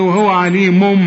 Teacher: بيقول لي بعد لما تقلب التنوين لميم اخفي الميم، ما تقفلش فيها شفايفك · Term: اقلاب